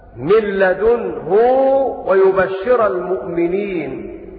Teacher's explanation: ولا يخفى أن ابن كثير يشبع هاء الضمير فيقرأ هكذا من لدنه ويبشر المؤمنين هذه قراءة ابن كثير المكي